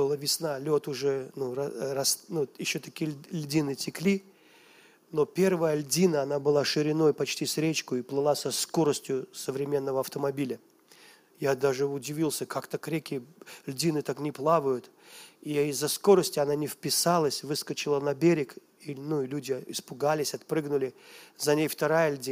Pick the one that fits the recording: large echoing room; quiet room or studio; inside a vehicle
large echoing room